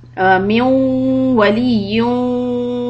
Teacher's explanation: So both waw is going to be idgham with ghunna. Hold it for the full 2 harakat. Make the nasal sound.